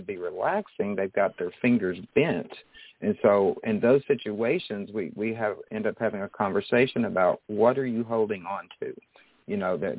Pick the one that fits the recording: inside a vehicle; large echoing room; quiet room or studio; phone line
phone line